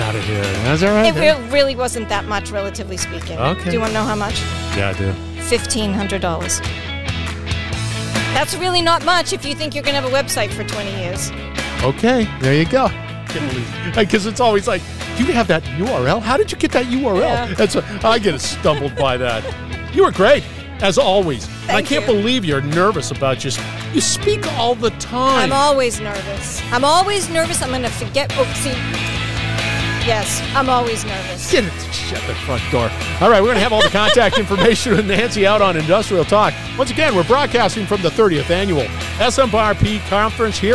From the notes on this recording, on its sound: is onsite at the 30th Annual SMRP conference